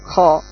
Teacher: Seperti kho, walaupun itu lisannya naik ke atas, akan tapi tidak sampai menyentuh ke langit-langit atas · Term: al-infitah